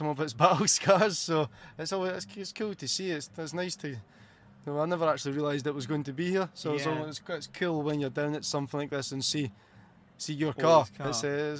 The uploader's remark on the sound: This episode was recorded live at the 2021 British Motor Show in Farnborough. The Podcast Guys who were the official podcast and video partner of the British Motor Show.